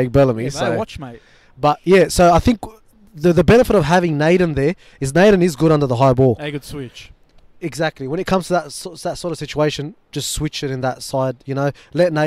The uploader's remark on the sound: ON LOCATION from ANZ Stadium